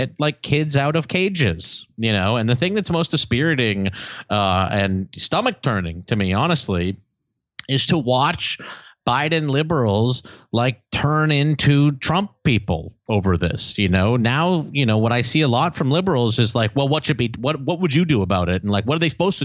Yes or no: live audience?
no